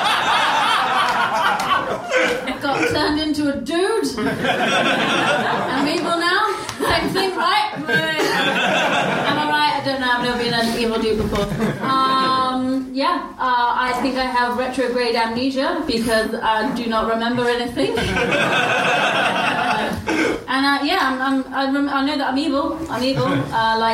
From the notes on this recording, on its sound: Audience suggestions for this episode